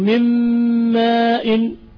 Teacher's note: ثالثا، التقارب من حيث الصفات، اتحاد من حيث الصفات، وهو إدغام النون في الميم، النون في الميم، نحو من ماء، نون لسانية ميم شفوية، المخرجان متباعدان لكن الصفات جمعت بينهم